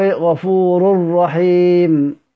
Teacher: ومن الإدغام في نحو غفور رحيم، أدغم في التنوين، أدغم في حرف الراء